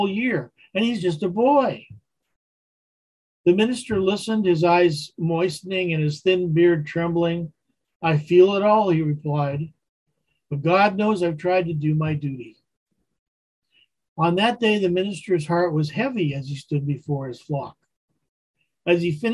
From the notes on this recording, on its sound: Wednesday Zoom study